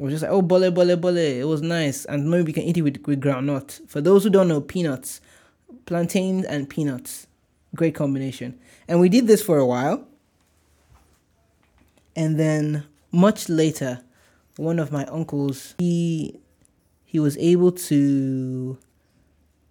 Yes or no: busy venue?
no